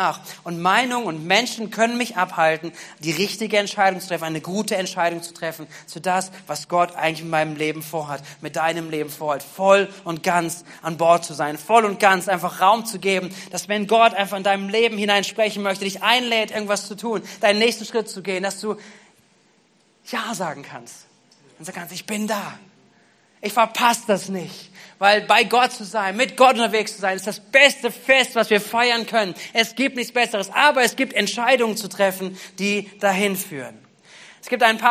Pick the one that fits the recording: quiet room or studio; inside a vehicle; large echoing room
large echoing room